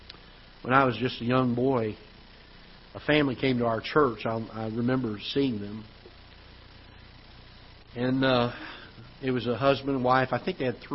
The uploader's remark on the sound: Ketha Heights Baptist Church ~ Live Broadcast